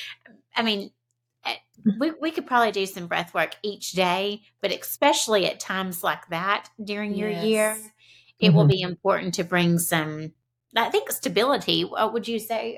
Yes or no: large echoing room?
no